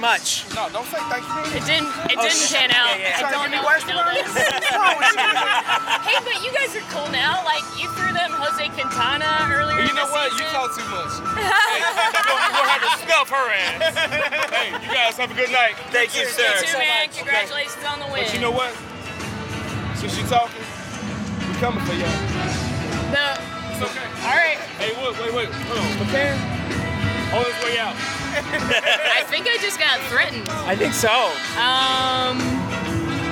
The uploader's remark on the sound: LIVE from Chicago. Took a Guaranteed Rate Field trip to record an episode live at a Chicago White Sox vs.